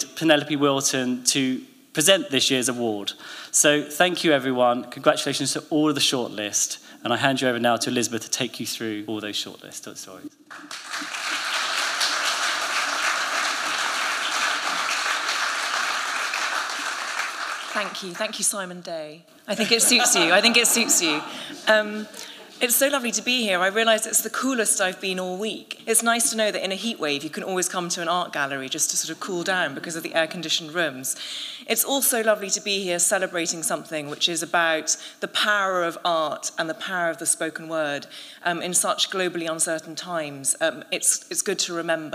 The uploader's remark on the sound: Royal Academy of Arts. The winning story was announced and narrated at a special live event.